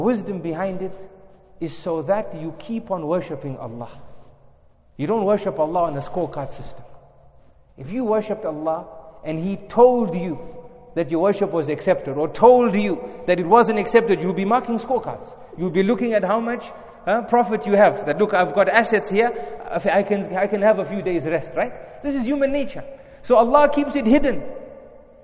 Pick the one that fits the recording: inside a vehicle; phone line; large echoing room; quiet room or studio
large echoing room